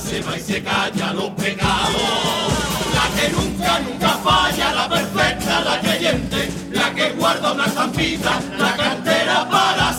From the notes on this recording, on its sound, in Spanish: En directo desde el Gran Teatro Falla de Cádiz, escucha la retransmisión del Concurso Oficial de Agrupaciones Carnavalescas del Carnaval de Cádiz 2024 en Onda Cero Cádiz.